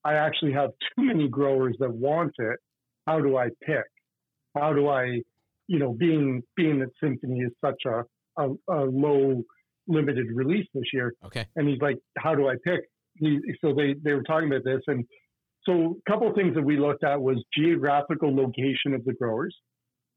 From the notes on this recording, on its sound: Joined in the studio by phone. From Canada.